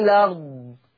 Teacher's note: الارض بقت لام مفتوحة بسبب الهمزة، لاني شلت الهمزة وخدت الحركة اللي عليها · Term: نقل